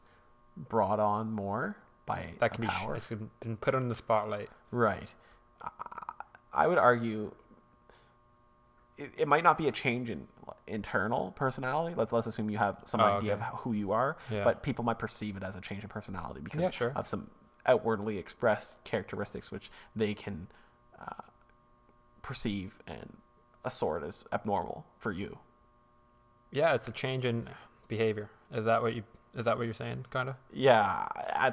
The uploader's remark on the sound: SORRY about the weird ambient buzz, we recorded in a different location that usual so we'll make sure not to use this spot again.